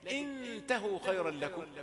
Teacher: ولتنصرنه، برضو انطلقوا، غنة مفخمة، لكن انتهوا خيرا لكم، بعدها تاء غنة مرققة لأنها داخلة على تاء وحرف مرقق